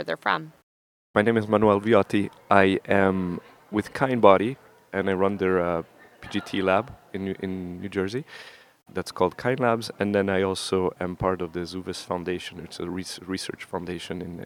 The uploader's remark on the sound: Live from ASRM 2023.